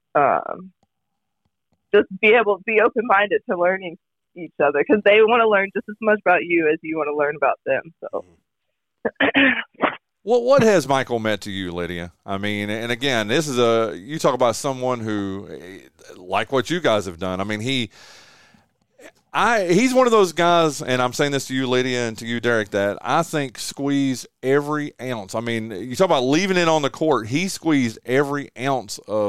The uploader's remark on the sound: Join us live in the studio and on the phone from Dallas.